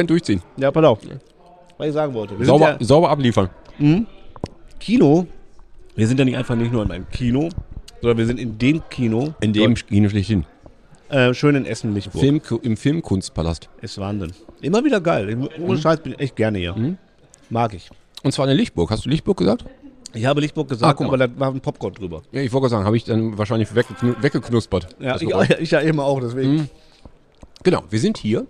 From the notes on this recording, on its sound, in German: Diesmal ohne Gast, dafür live on location, in Deutschlands schönstem Kino: es ist Manta-Zeit! Die aus der Lichtburg.